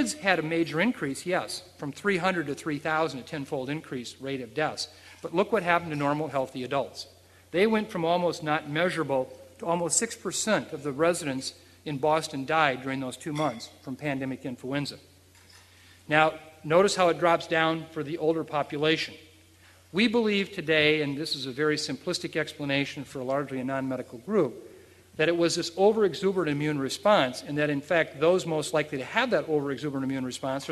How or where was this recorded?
live audience